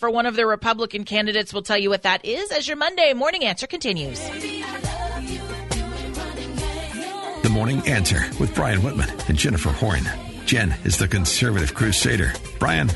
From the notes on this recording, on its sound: Open the phones to see how the listeners are feeling